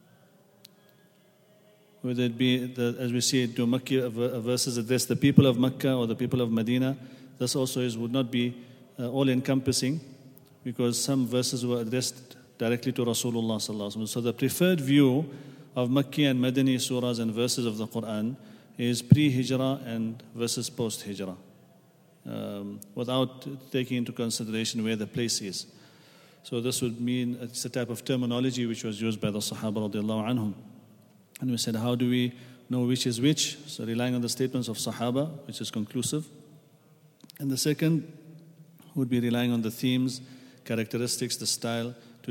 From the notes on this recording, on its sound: at the Houghton Masjid (West Street)